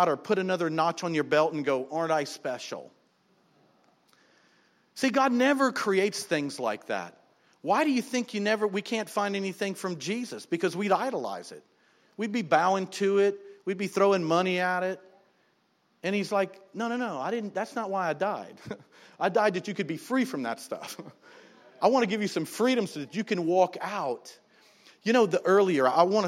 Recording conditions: large echoing room